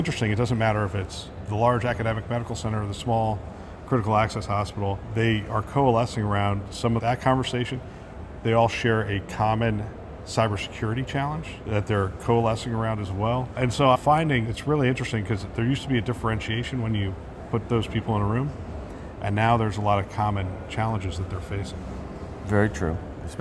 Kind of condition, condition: setting, busy venue